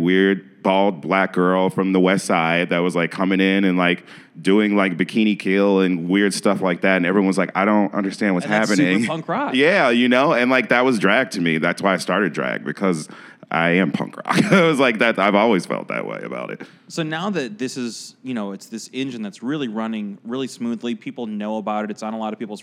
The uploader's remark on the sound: In an interview recorded at Gman Tavern in Wrigleyville